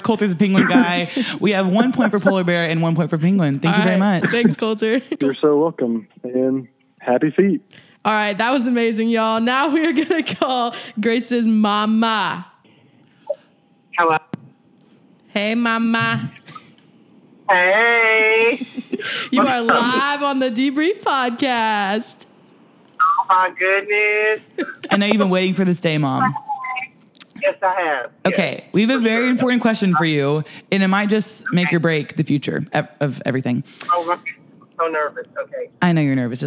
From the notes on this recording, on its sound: a segment where they call their friends to ask them the pressing question of the day